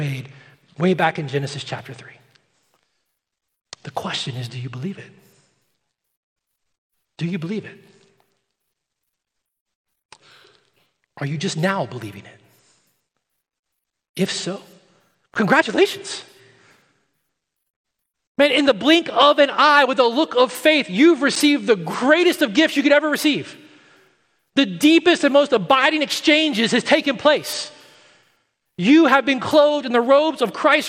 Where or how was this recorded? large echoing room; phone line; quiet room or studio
large echoing room